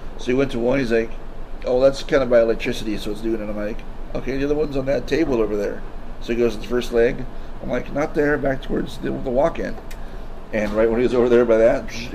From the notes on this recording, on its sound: I did his interview while the bar was just opening, and there is quite abit of background noise. Personally, i feel that the bartender knew we were talking about the hauntings at the bar, and she didnt want us talking about it, so she made extra noise to disrupt the recording.